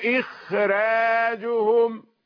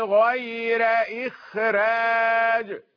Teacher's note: راء رقيقة لأن الفاصل الخاء وهي مستثناة